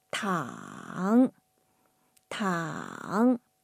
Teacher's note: The third tone sounds a little bit difficult to foreigners. It's a dipping tone. Down first and then up.